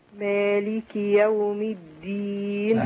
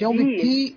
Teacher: الدال والتاء يعني حرفين يعني متجانسين. يعني قريبين جدا يخرجوا من مخرج واحد